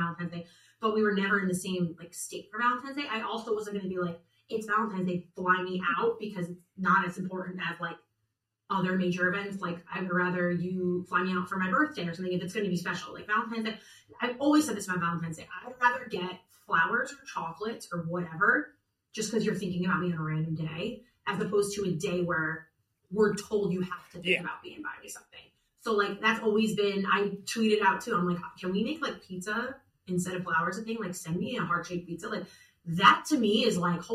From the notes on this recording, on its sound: Apologies for some audio difficulties on this week's episode.